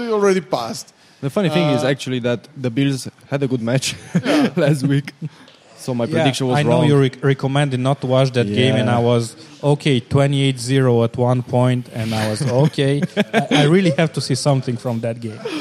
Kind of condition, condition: setting, busy venue